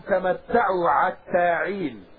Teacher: الهذليين يقرؤونها قيل لهم تمتعوا حتى عين لأنه ما ينطقون الحاء ينطقونها عين · Term: قراءة هذيل